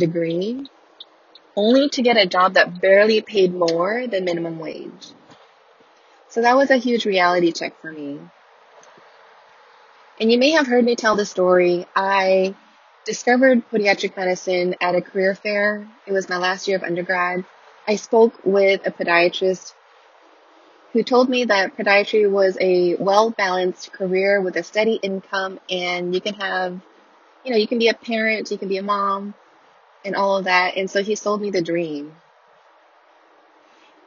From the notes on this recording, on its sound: I didn't bother editing anything. Here's the raw recording straight from my car, ambient car noises included!